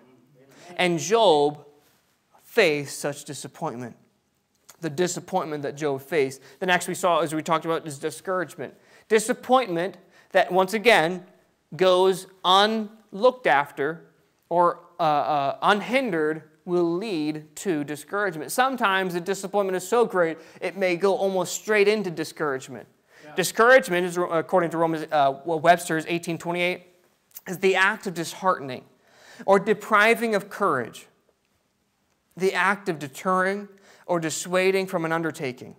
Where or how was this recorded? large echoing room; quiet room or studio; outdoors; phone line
large echoing room